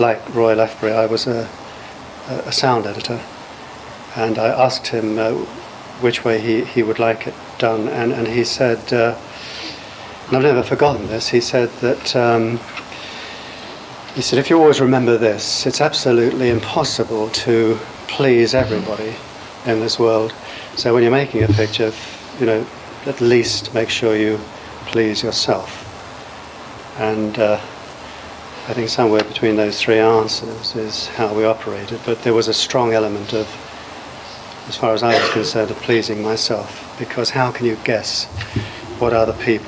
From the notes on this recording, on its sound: An archive recording from a 1981 Anderson convention.